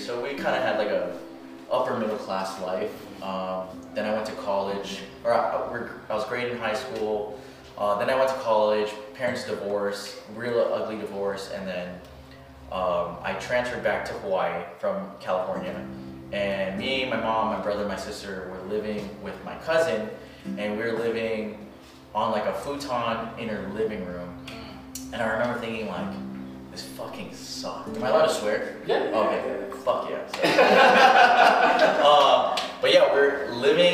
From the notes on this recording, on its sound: We had this interview live in one of his listed properties with several people in attendance. The island of Oahu in Hawaii.